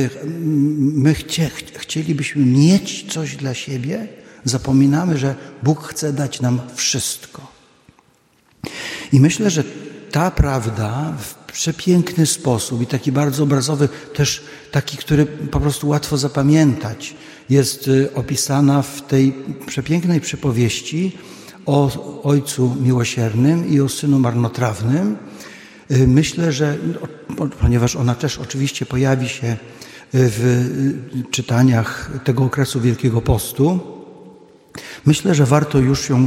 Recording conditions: large echoing room